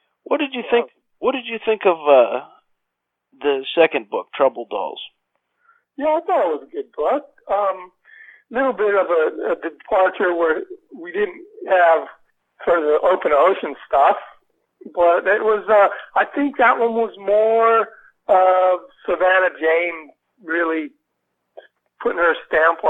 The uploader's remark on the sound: spoke to us by telephone from his home in Australia